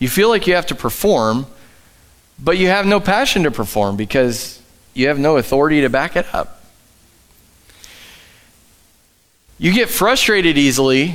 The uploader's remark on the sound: Live from The Summit Church in Dover, OH